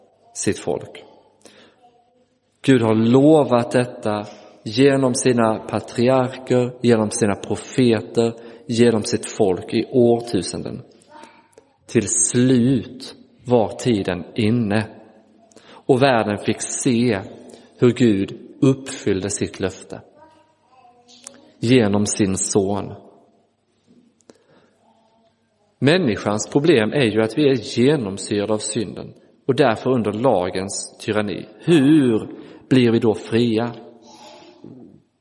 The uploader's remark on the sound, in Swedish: Inspelad i Roseniuskyrkan den 31 december 2023.